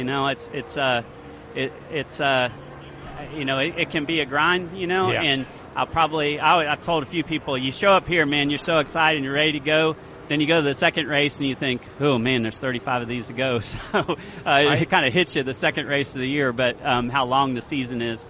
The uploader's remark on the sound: live at the Daytona International Speedway